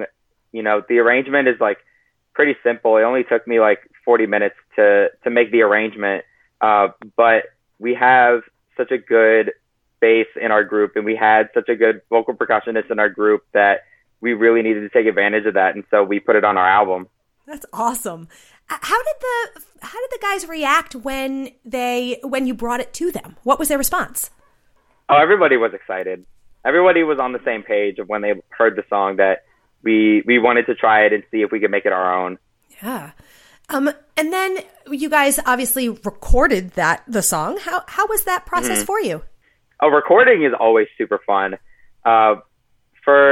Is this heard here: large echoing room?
no